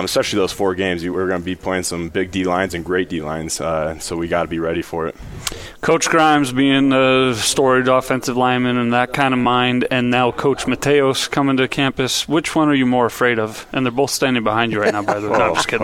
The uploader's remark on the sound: live from BYU Media Day